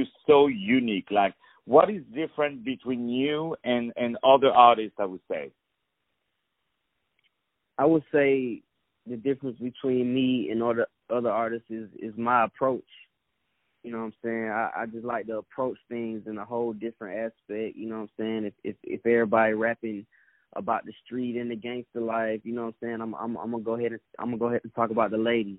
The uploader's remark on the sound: On the phone